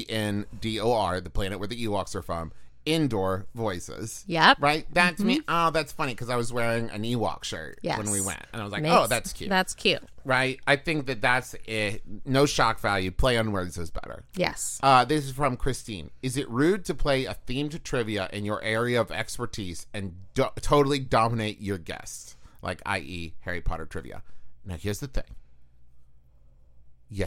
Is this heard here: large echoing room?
no